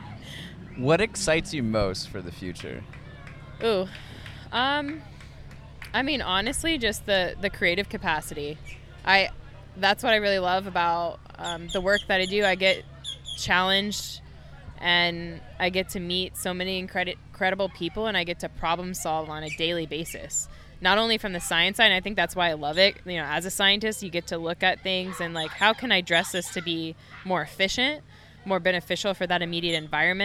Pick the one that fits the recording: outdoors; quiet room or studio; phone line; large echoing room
outdoors